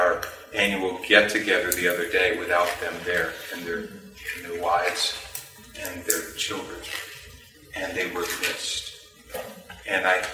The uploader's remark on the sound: Please forgive the background noise.